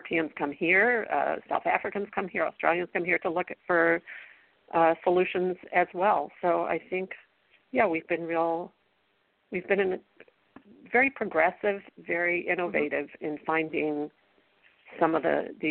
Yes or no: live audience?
no